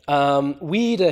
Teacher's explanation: So, weira here, we don't have any rounding anymore. It's written as a Y, but it would have been pronounced E as an unrounded vowel.